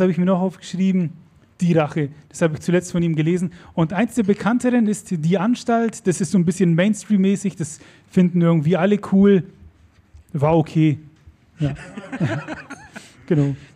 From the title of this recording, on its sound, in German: LuLL Live bei der Podcast Brause am 7. Juni 2023